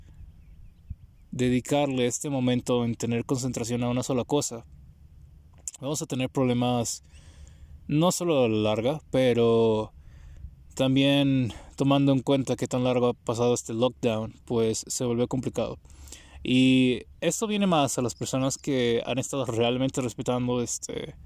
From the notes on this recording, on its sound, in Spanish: podcast gravado en la mitad de la nada, con la naturaleza alrededor